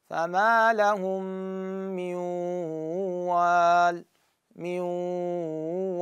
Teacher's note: واو متحركة لكن ما عليها شدة، فإذا إدغامها ناقص. فهذا النون الحرف اللي هو أدغم مع الواو بس شنو الغنة مالته موجودة